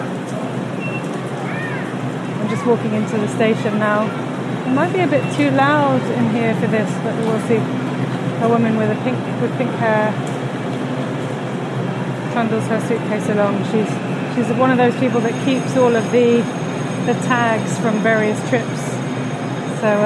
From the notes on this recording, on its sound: This podcast is recorded in 3D sound! More From King's Cross, Part One. Join her out and about as she captures those small, magical moments of everyday life, in sound. Thanks to 3D recordings, you’ll hear everything she does as if you were right there with her.